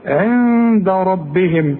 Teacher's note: عندك النون دي بدون تشكيل بعدها دال، والدال من حروف الاخفاء، اذا هنا حغن واخفي